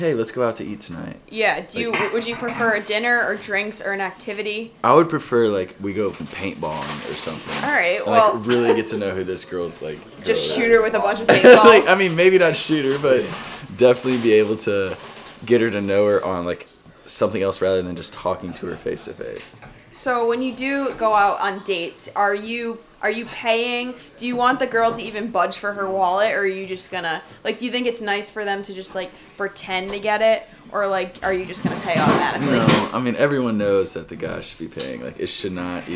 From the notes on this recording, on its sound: We are live from Boston pre Super Bowl and it starts to get rowdy.